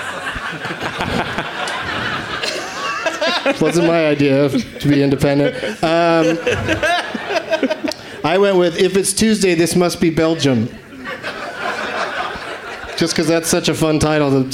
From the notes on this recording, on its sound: Live from the Leicester Square Theatre in London, England